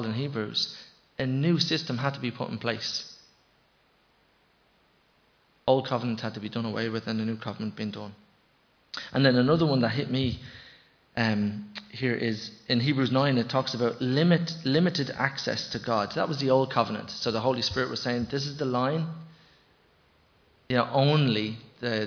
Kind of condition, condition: setting, large echoing room